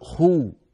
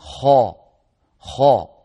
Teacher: لا شك أن قولنا خو كمية الهواء تكون أقل قليلا من خاء. لما نقول خاء الفراغ الفموي المملوء بالصوت صار أكبر، لما نقول خو موجود لكنه أقل من الأول.